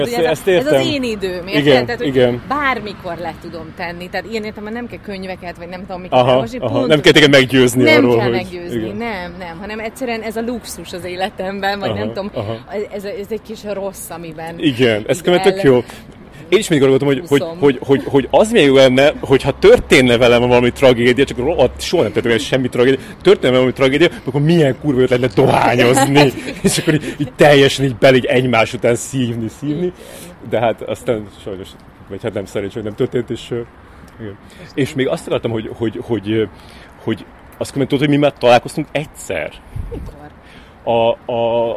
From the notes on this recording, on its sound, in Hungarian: A felvétel egy konyhában indul, aztán kisétálunk az épületből, hosszasan baktatunk egy forgalmas út szélén, majd beszállunk egy kocsiba és azzal megyünk egy darabig, úgyhogy a hangminőség hagy kivetnivalókat maga után, de azért lehet érteni, amit mondunk.